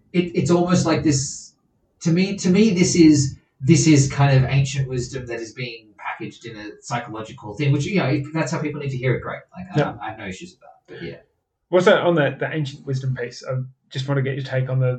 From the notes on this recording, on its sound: This is HOPEFULLY the last episode with bad audio quality.